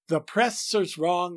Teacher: Shakespeare means us to elide the word the with oppressors